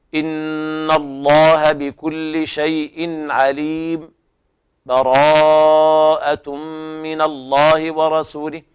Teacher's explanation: والوجه الثالث السكت، يعني نقف على آخر السورة بسكتة يسيرة خفيفة بدون تنفس، مع نية استئناف القراءة ووصلها في الحال، نقول إن الله بكل شيء عليم، براءة من الله ورسوله.